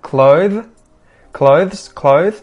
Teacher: In this case, the TH is voiced. Your throat needs to be vibrating.